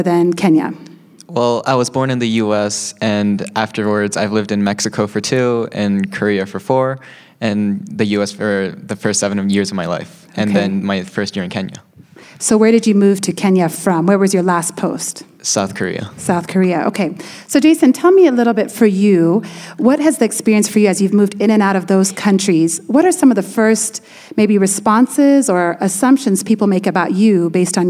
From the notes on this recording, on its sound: Live! Cross Cultural Kids. A live show from the International School of Kenya.